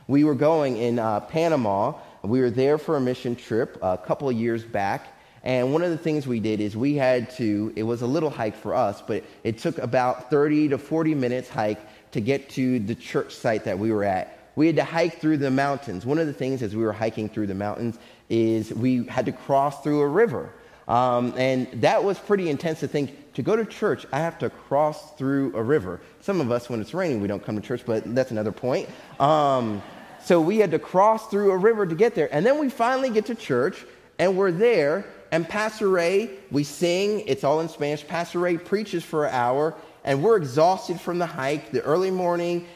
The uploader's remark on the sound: Faith Baptist Church in Hamilton, NJ.